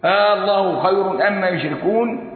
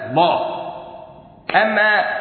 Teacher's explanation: لأن اللام أدغمت في اللام واللام الأولى ساكنة · Shown in: first take · Term: إدغام مثلين صغير